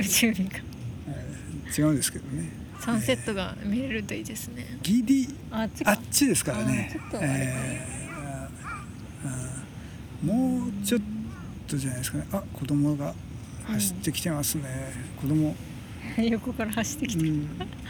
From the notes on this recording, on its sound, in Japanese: 今回、僕らは別府で一泊して大分市に向かうのですが、夕暮れ海岸沿いの公園はあまりにも素晴らしかったので、ついここでバイノーラルで収録することにしました。空間をきちんと感じて、受け取って、音楽もなく、マイクを立てたら、ただ10分間の他愛もない話。